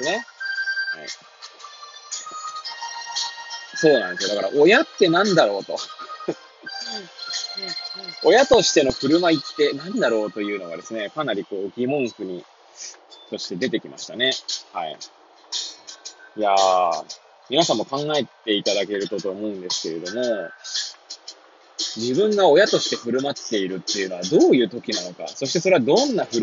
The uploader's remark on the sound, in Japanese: Airpods を付けた状態で、車中で収録しており、雑音などが入る可能性があり、ご容赦ください。